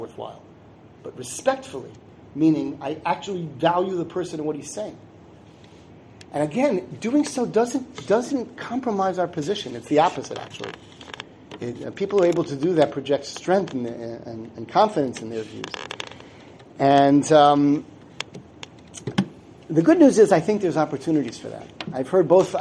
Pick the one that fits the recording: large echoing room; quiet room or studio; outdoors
large echoing room